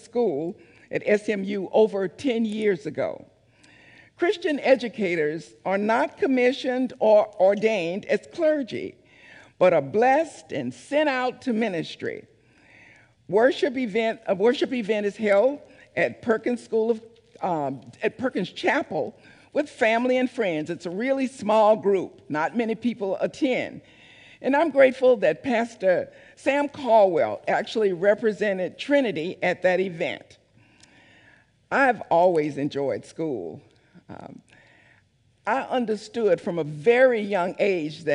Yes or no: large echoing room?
yes